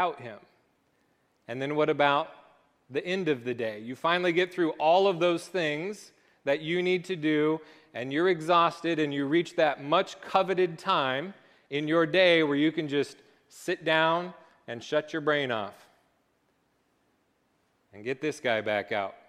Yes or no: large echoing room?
yes